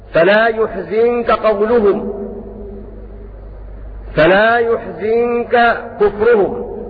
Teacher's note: ومعنى هذا أن المشار إليه بالألف من أما وهو نافع قرأ بضم الياء وكسر الزاي